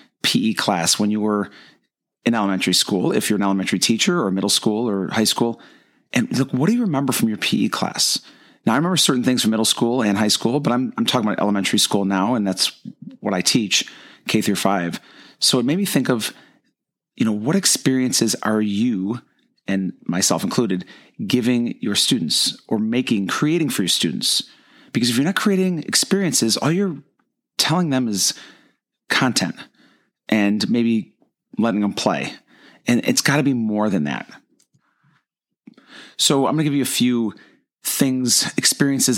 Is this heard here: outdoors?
no